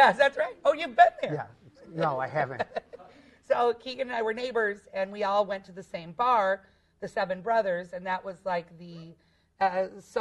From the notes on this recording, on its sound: In this live episode recorded at The Chicago Improv Festival.